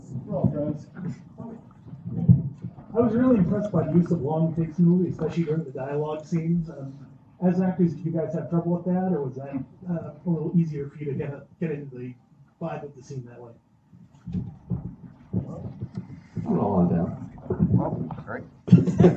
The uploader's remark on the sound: SWEET RELIEF Live Show at Cinema Salem. To Salem MA to Cinema Salem for SWEET RELIEF.